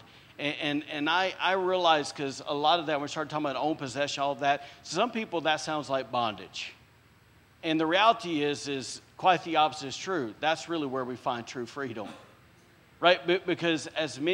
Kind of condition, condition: setting, large echoing room